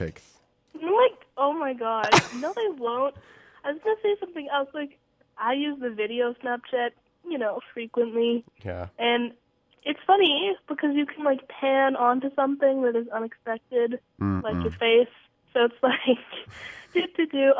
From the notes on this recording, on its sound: called in sick live from her bedroom